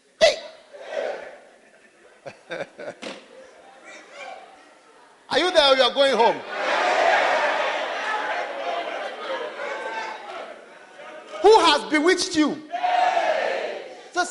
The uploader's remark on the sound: Today’s message is from the Sweet Influences of the Holy Spirit camp preached to University Students in Mampong in 2012.